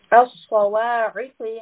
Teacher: صواعق، عين and قاف are both from the throat. So we are having a strangulation on the عين and قاف، you should feel that it's coming from the throat. قاف is also a heavy sound, so the mouth should feel full.